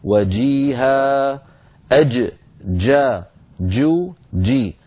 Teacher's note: والجيم الفصيحة ليست رخوة الجيم الفصيحة شديدة يعني محبوسة الصوت